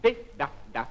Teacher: согласная «д» произносится путем поднятия кончика языка к верхним зубам.